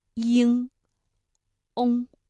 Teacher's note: 翁，口型大小也不太一样。比如前鼻音呢，口型相对比较扁比较窄，比如音，哎，这个嘴唇微微张开就可以了。而发后鼻音的时候相对来说要较圆较开，比如鹰，哎，这个嘴巴明显是稍微大一些的。翁，嘴唇始终是拢圆的。而发音特点呢，前鼻音安、恩、音，声音比较的清亮，而后鼻音呢，鼻腔共鸣更强，声音更加的浑厚